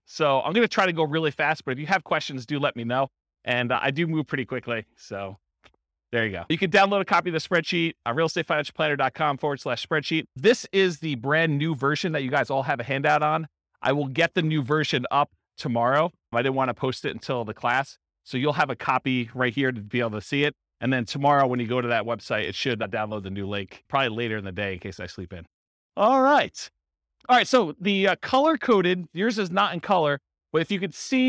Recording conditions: live audience